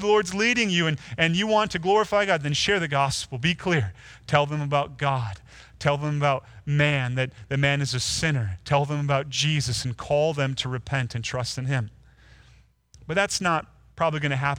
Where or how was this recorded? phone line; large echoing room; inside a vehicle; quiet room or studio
large echoing room